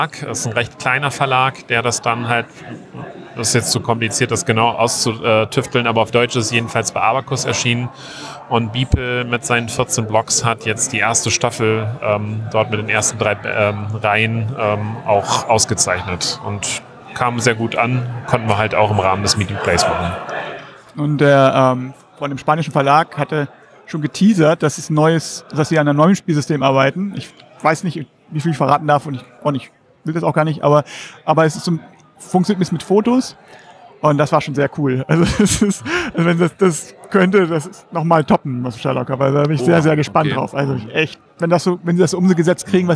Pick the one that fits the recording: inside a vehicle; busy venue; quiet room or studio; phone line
busy venue